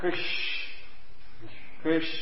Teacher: It's the Sha with the tongue in the top of your roof of your mouth. · Term: Madanya Sha